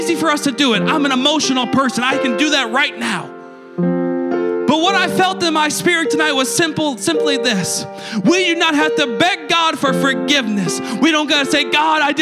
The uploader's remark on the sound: a service recording from Connect Point UPC